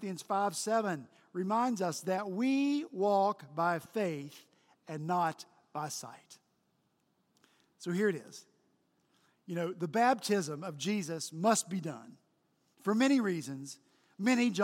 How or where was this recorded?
large echoing room